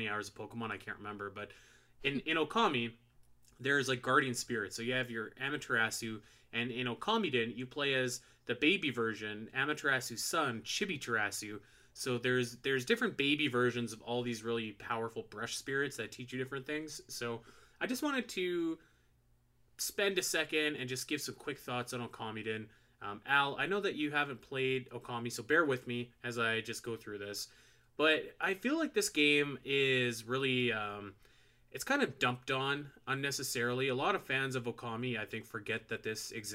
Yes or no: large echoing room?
no